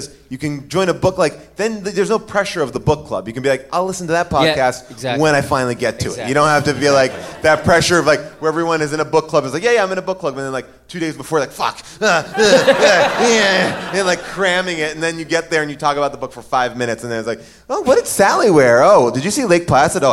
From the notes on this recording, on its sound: LIVE from Largo in LA. Audience Q&As.